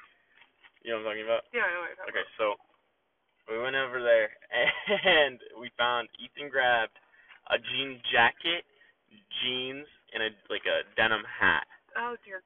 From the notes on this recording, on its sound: This is a podcast where I hang out with friends in my car before school starts.